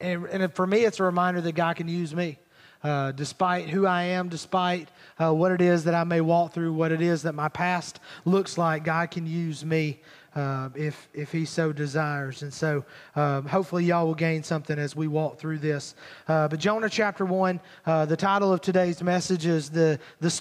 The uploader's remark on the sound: Recorded at Highland Baptist Church Molino FL